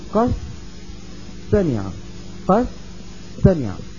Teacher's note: كذلك هون بدي حول الدال هي لسين، قد سمع، بدي أقول قد سمع، قد سمع، بدي أحول الدال لسين ثم أدغم السين في السين · Term: إبدال وإدغام